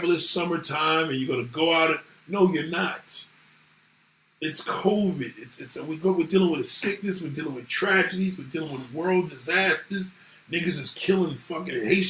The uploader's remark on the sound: SORRY FOR THE BAD AUDIO